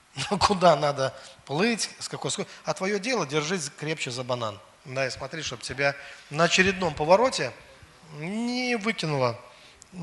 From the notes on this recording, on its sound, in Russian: Запись со служения церкви Дом Божий. Великие Луки.